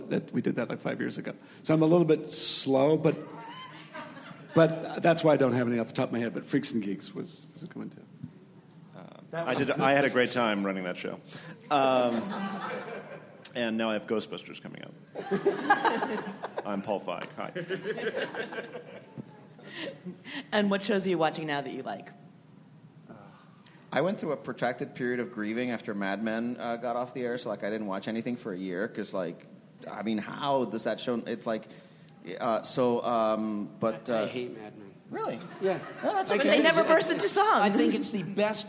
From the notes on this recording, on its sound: A double-header recorded at ATX, a Television Festival this year. Recorded at ATX Television Festival on June 11, 2016.